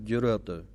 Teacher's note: ਜੁਰਤ ਐੜੇ ਨੂੰ ਥੋੜ੍ਹਾ ਜਿਹਾ ਇਸ਼ਾਰੇ ਮਾਤਰ ਹੀ ਬੋਲਣਾ ਹੈ, ਇਹਨੂੰ ਜੁਰਤ ਵੀ ਨਹੀਂ ਬੋਲਣਾ ਕਿ ਐੜਾ ਖਤਮ ਹੀ ਹੋ ਜਾਵੇ।